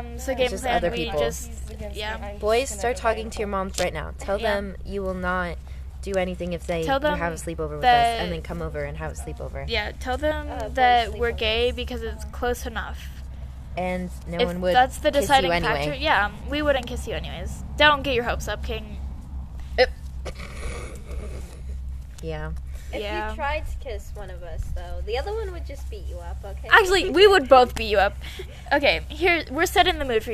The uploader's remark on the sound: Please excuse the wind and dogs barking we are filming outside as a corona precaution.